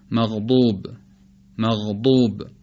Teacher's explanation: اگر بخوایم مغضوب رو با ضاد حدیثه، با ضاد جدید تلفظ بکنیم، یعنی شبیه دال با دال مفخمه، اینطور خواهد شد مغضوب، مغضوب، خیلی شبیه دال با صفت به اصطلاح شدت و در این حال درشت